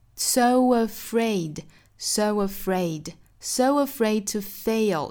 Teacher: so 跟 afraid 连读属于是元音的碰撞，这个我们加一个小小的 w 带出来一个小小的 w